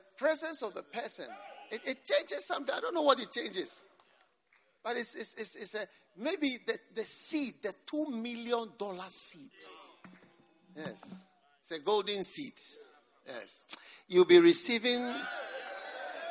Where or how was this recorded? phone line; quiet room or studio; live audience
live audience